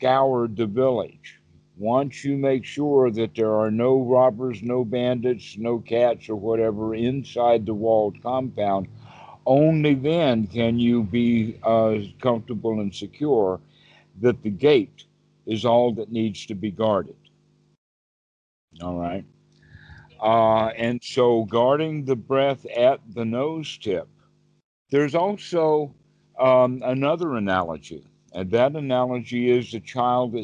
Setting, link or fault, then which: link, video call